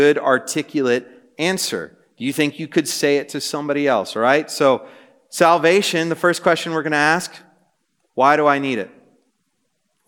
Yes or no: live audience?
yes